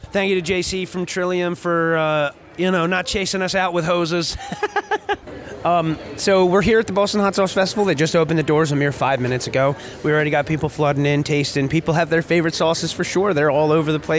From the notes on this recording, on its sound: LIVE at Boston Hotsauce Fest! Chatting with Festival-goers and What Sauces We’ve Tried. Talking with festival-goers.